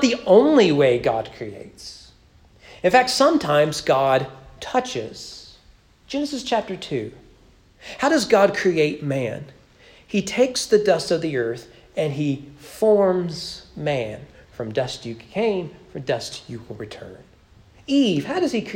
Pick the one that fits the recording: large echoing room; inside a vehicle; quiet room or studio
large echoing room